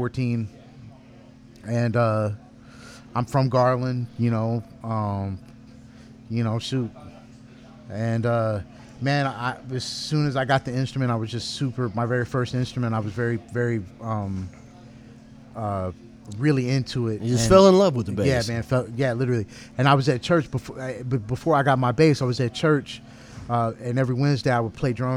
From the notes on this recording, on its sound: recorded June 6, 2017 at Independent Bar & Kitchen, Dallas, Texas.